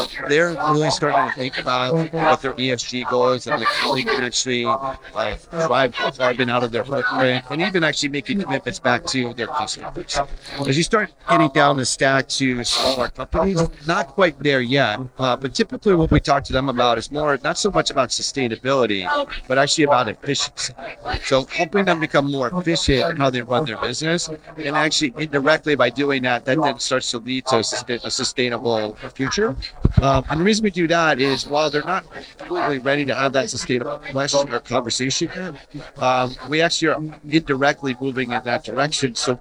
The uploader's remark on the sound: Recorded at IT Nation Connect 2023.